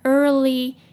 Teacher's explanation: 好，这就是今天的句子。今天的句子不长也不难，但是今天的讲者念得非常的快，所以大家也要多练习。好，接下来我们来看今天的 pronunciation tips。首先，since 的那个 in 的鼻音记得要发出来，要发清楚。Since the Big Bang says that our early 前面那个 ear 不要被它骗了，它不会念 ear，它只有 r 的音而已